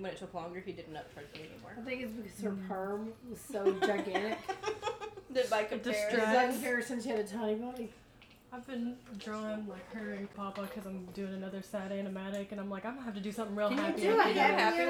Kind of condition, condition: fault, background noise